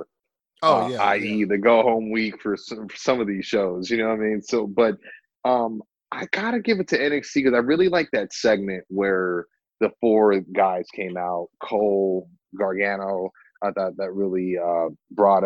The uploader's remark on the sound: connect via Zoom